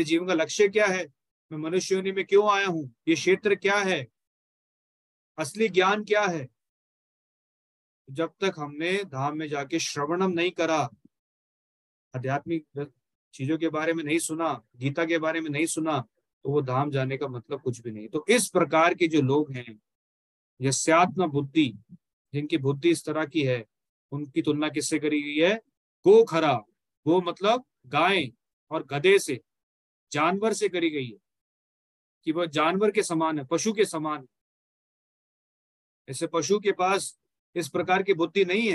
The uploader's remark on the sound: Zoom recorded session